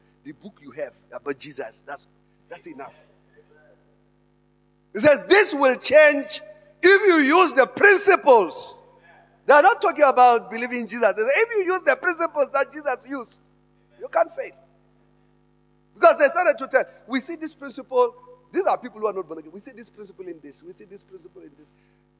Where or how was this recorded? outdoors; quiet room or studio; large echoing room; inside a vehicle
large echoing room